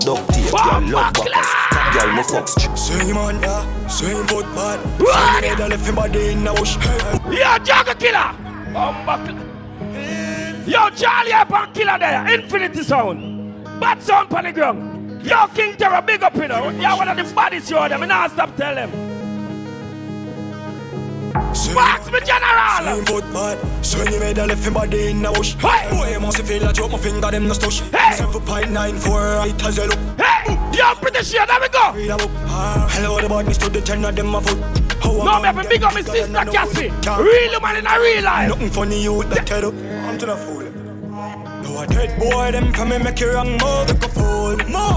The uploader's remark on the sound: LIVE AT CHACHA FRIDAYZ 8TH APRIL 2022